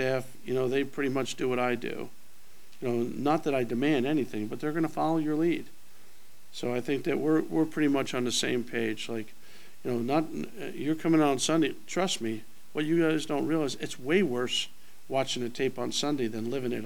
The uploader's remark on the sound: Press Conferences & Post-Game Interviews